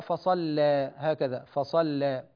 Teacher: فتقلل الألف مع ترقيق اللام لتكون الرؤوس الآي على سنن واحد من التقليل